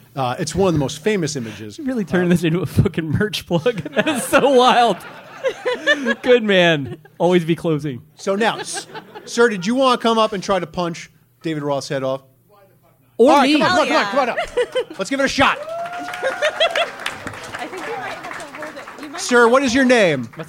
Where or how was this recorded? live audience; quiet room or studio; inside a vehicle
live audience